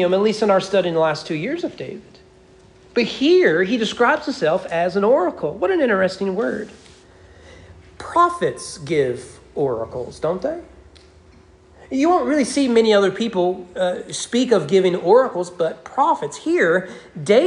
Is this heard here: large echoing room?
yes